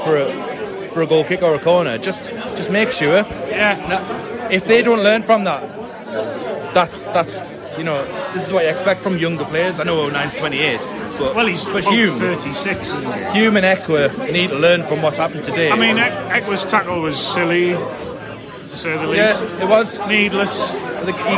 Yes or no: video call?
no